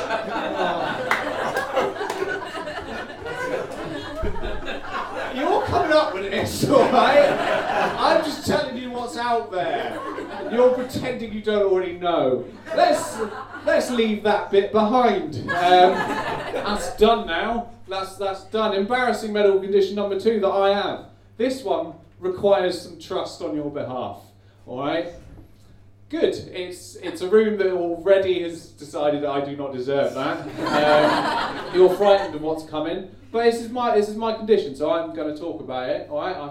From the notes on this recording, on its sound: Recorded live at the Kingdowns Wine Vaults.